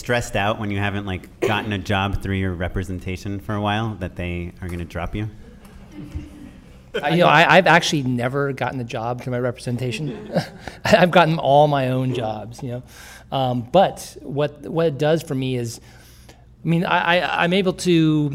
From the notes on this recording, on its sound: We're doing it LIVE! A live recording in front of a packed audience of Just Shoot It Listeners.